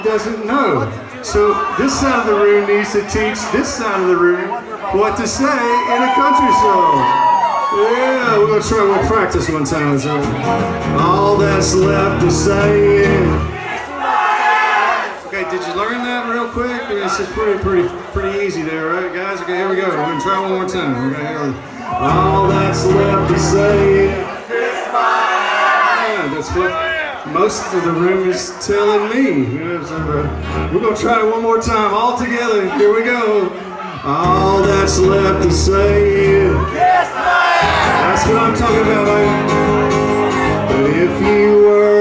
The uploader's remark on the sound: PLUS, you'll get to hear live performances. Hear the authentic sounds of a 100% true blue, red-blooded Texas honky-tonk party palace. From The Whiskey Girl Saloon in The Fort Worth Stockyards.